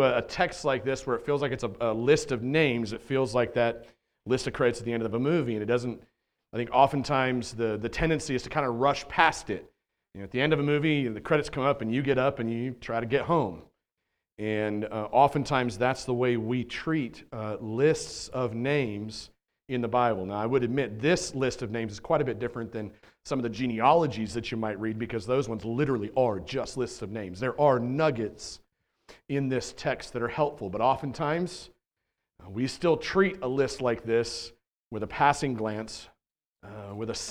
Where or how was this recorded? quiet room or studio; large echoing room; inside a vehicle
large echoing room